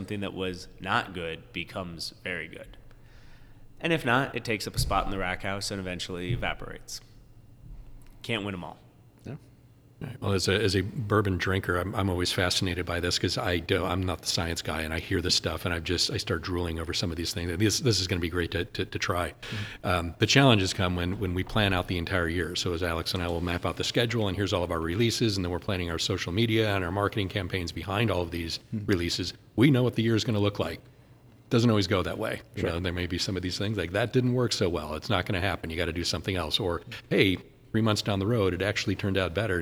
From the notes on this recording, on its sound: Live at Black Button Distillery! Live from New York it's Black Button Distillery! This is recorded live, on-site, before any production had started.